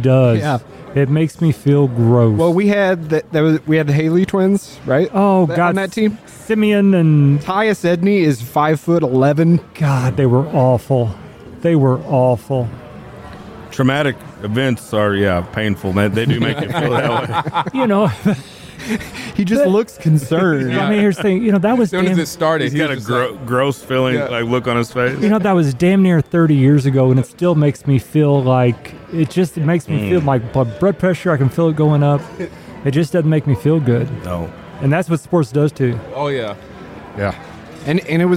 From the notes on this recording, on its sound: March Madness Bracket Breakdown live at the Argosy. We’re partnering once again with Argosy Casino to bring you our official Bracket Breakdown Live. Join us live in Alton, Illinois or listen to our broadcast.